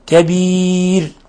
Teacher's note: نقف على الراء المسبوقة بياء بالترقيق